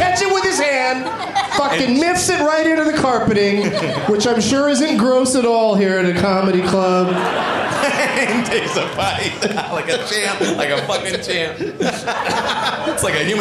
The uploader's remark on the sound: Live from Cobb's Comedy Club in San Francisco